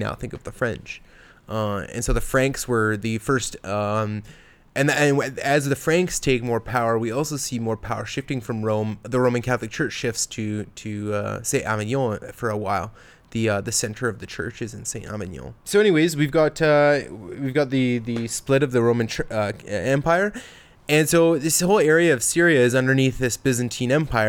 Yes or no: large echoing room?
no